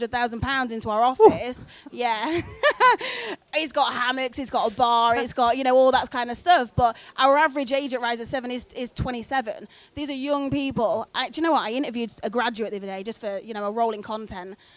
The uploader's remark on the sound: The Live Event in Brighton - The Tempest Inn